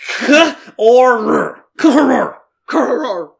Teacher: There's no vowels in that first syllable.